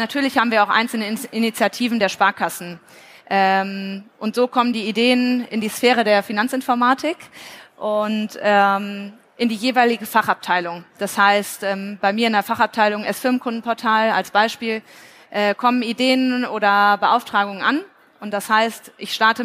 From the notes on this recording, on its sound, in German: Live vor Ort vom FI-Forum in Frankfurt